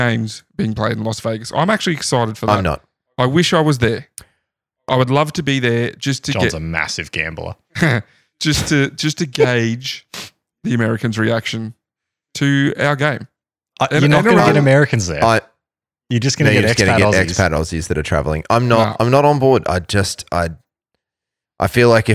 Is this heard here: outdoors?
no